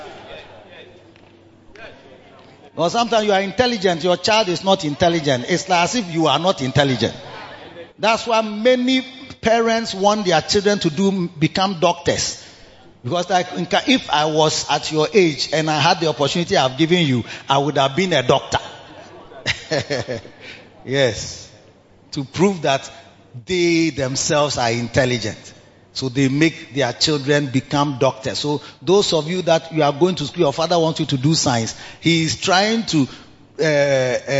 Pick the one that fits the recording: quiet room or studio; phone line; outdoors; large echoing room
large echoing room